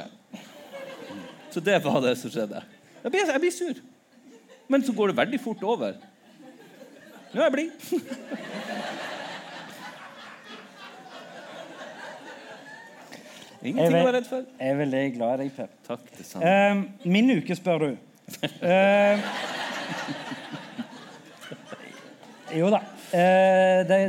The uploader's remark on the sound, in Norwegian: LivePod fra Vulkan Arena i Oslo! Juni hadde vi et LiveShow i selveste hovedstaden.